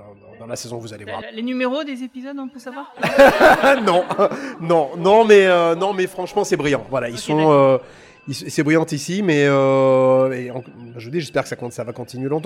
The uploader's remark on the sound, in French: comme ce podcast est enregistré en public